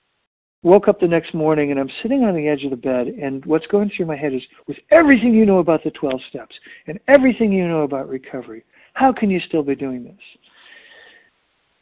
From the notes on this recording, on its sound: 100 Pounders Phone Meeting